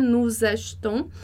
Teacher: a gente não vai pronunciar esse E ali do meio